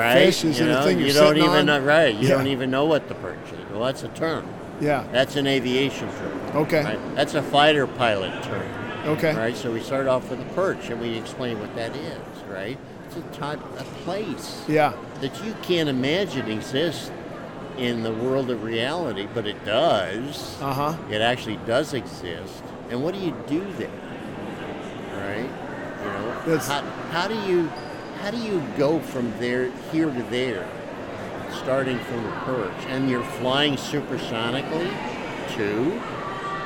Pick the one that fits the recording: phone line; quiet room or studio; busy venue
busy venue